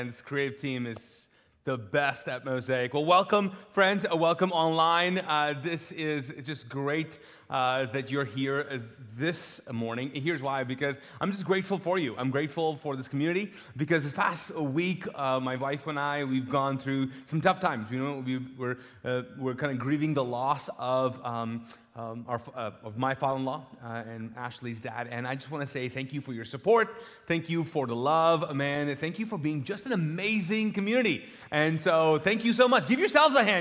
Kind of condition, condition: setting, large echoing room